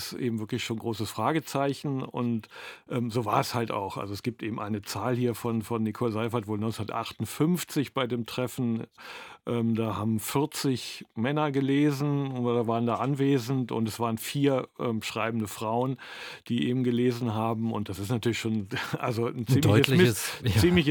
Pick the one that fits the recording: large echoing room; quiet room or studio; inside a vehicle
quiet room or studio